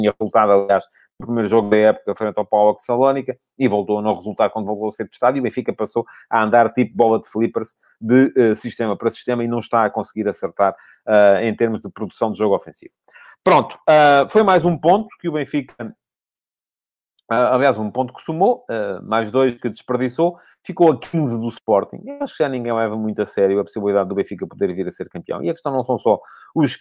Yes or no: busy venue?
no